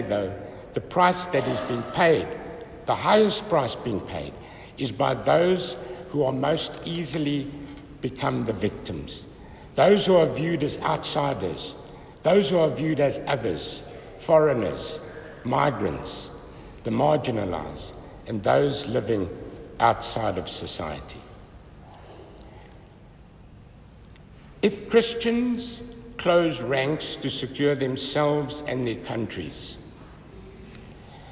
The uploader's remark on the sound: homily preached at Holy Trinity Catholic Church in Braamfontein, South Africa